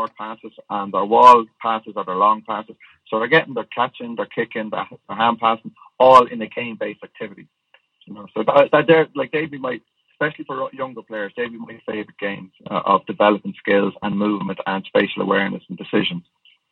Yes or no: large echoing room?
no